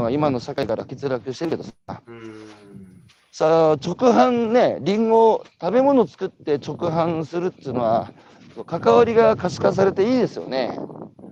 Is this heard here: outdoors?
yes